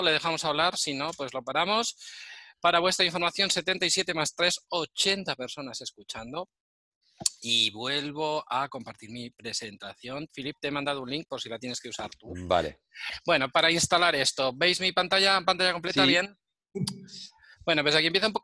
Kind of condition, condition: link, video call